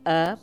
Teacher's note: La majoria pronunciam la E neutra, o sigui, E, per referir-nos a la necessitat de beure, tenir set, i d'això en xerram ara, ens demanant per què tenim set.